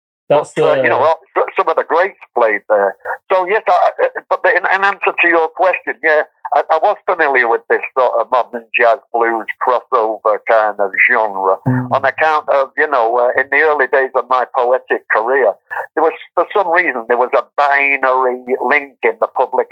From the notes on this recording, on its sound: joined us over the phone